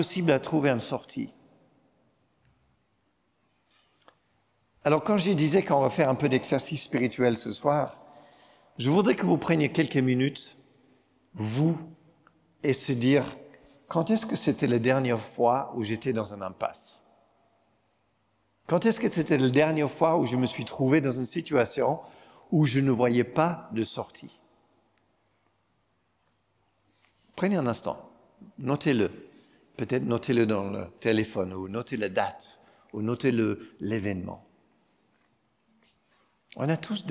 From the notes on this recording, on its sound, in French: Enregistré à l'église CVV, le 31/07/2022